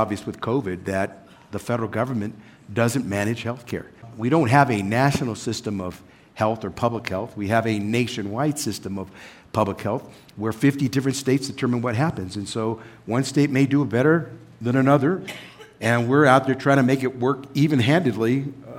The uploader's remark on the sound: Live from Aspen. Taped before a live audience at Aspen Ideas: Health, part of the Aspen Ideas Festival, in Aspen, Colorado.